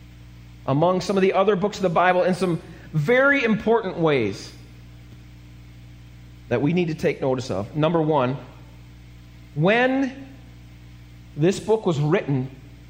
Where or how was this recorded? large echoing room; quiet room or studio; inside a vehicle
large echoing room